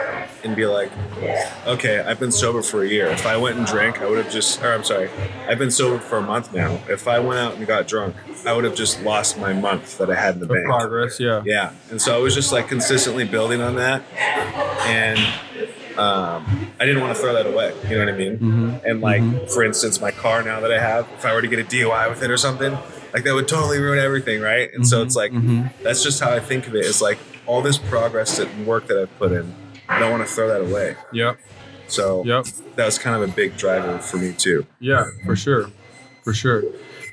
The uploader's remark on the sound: Special thanks to F1rst Avenue Coffee for graciously hosting this recording! Special thanks to F1rst Avenue Coffee for graciously hosting this recording!